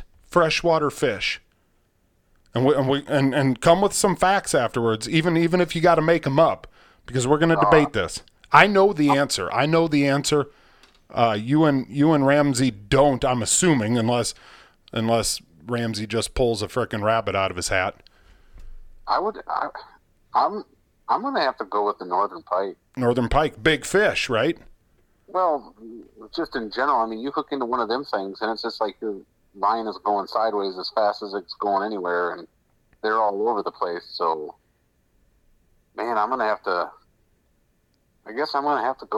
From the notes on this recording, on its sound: In studio. On the phone.